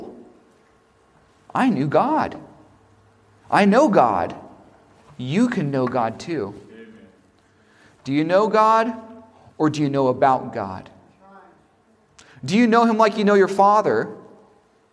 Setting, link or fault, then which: setting, large echoing room